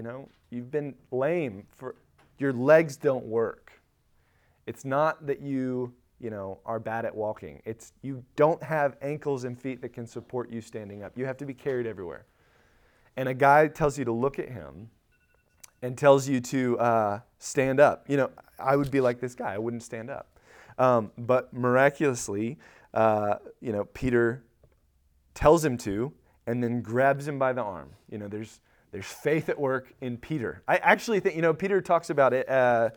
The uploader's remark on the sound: Recorded at Emmaus Church in Buford, GA